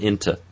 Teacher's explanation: I can reduce it all the way down to schwa, into. But there is the sort of intermediary pronunciation which uses that vowel, the nearly close, nearly back, rounded vowel.